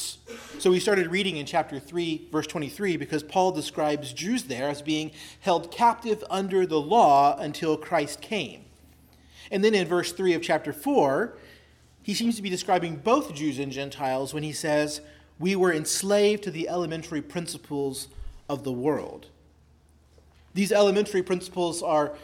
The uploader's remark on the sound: preached at Christ Our Savior Baptist Church on Sunday, August 13, 2023